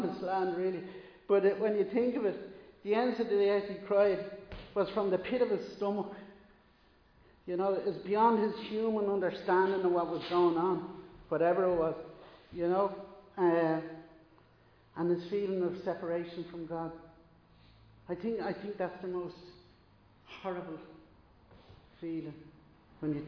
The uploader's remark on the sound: Recorded live in Liberty Church on 15 May 2022